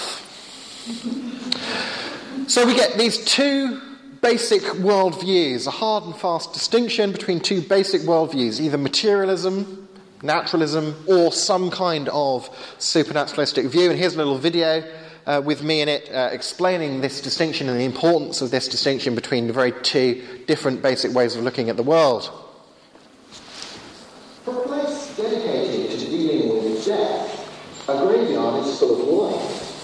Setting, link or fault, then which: setting, live audience